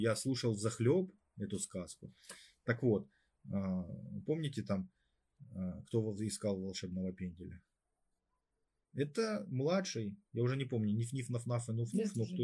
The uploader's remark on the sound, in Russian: Запись из эфира в инстаграм. В процессе записи к нам зашел котенок. Звук откровенно не получился.